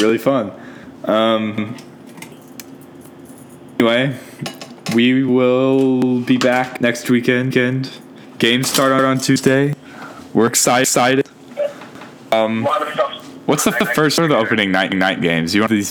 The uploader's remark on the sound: Sorry for the bad audio quality